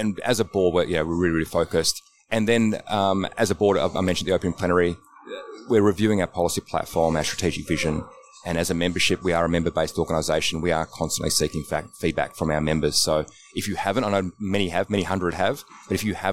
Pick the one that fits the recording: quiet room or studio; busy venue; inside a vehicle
busy venue